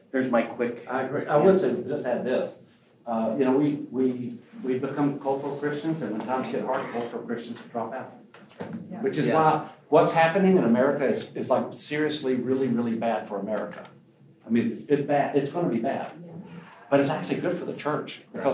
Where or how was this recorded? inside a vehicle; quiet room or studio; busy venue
busy venue